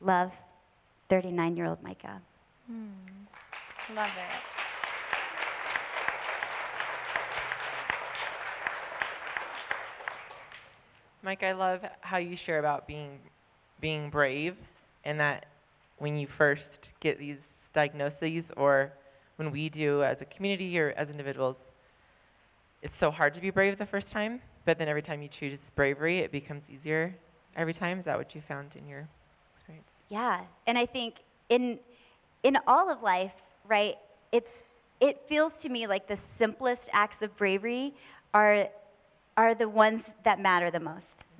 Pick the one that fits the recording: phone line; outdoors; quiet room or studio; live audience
live audience